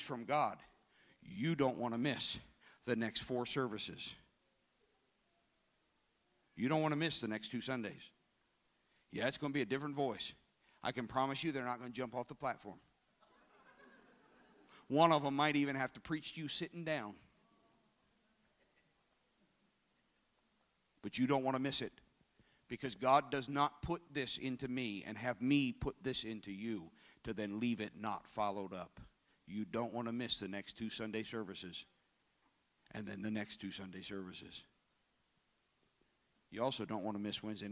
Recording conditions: large echoing room